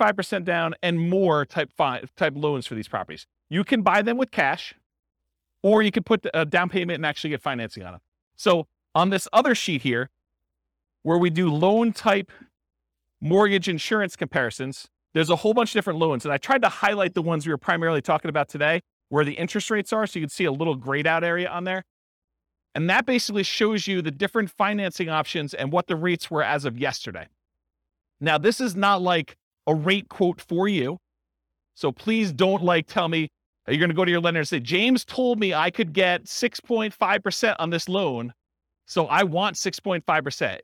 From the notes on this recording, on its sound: This was a live class recorded